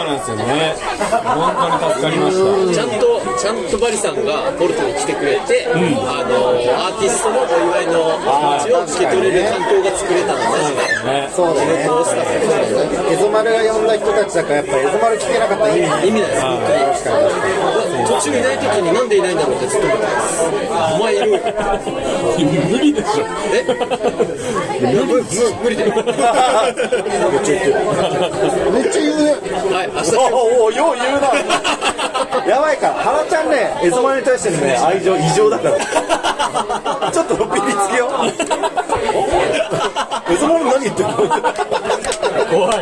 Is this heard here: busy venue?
yes